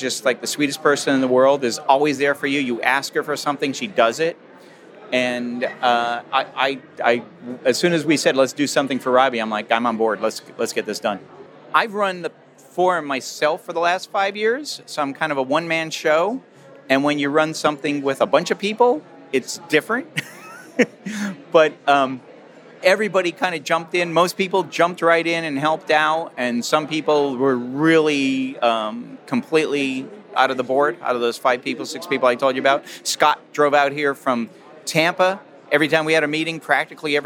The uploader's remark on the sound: The audio was taken from our 2018 event The Seasonal Attraction Leadership Symposium.